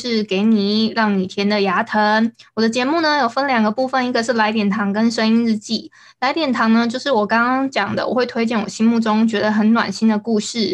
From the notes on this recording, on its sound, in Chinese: 因為這一集是採遠端錄音，所以收音品質與平常節目聲音明顯有差異喔～。